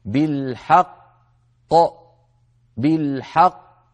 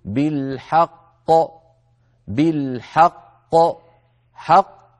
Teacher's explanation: يعني الخطأ أن نقول بالحق، بالحق، هذا الفراغ الصوتي ما يصح، لابد أن نقول بالحق، بالحق، حق، على طول ننهي القاف الأولى نبدأ بالقاف الثانية من غير فراغ صوتي · Shown in: second take